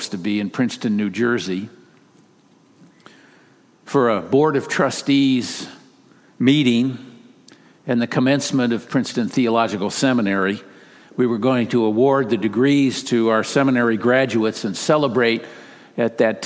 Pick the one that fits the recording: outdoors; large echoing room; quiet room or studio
large echoing room